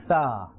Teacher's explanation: The top of the tongue and the inner edge of the upper teeth.